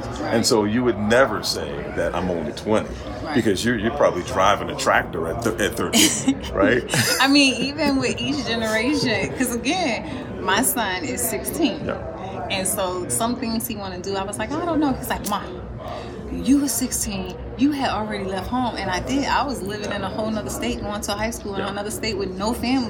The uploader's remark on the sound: This interview was recorded LIVE at Podcast Summit in Miami, Florida July 30,31, 2023.